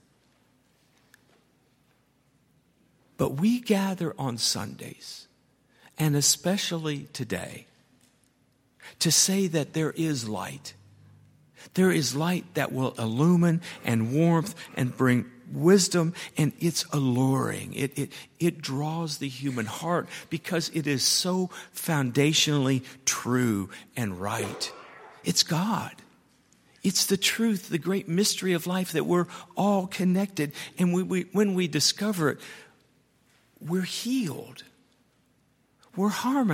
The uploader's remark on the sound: At Highland Baptist Church.